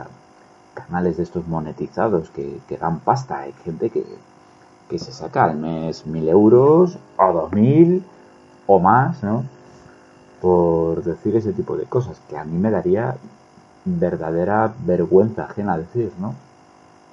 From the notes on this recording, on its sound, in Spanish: Una reflexión improvisada, hecha sobre la marcha, con una calidad de sonido vergonzosa.